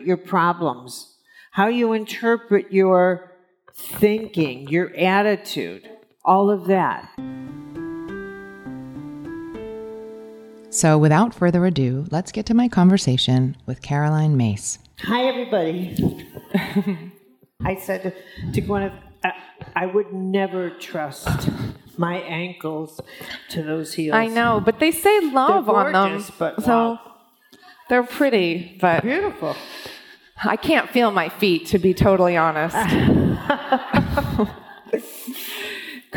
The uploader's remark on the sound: on stage at In goop Health